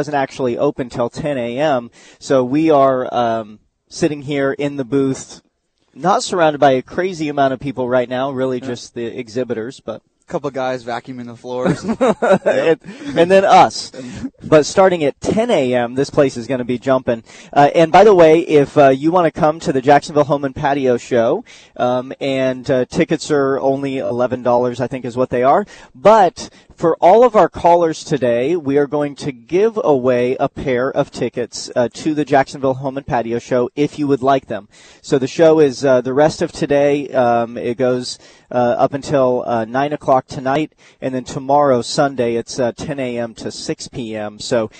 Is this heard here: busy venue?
yes